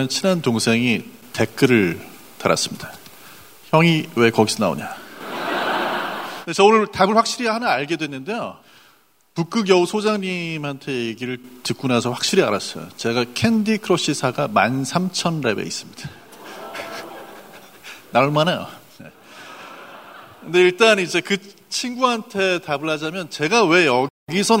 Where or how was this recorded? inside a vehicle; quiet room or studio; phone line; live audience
live audience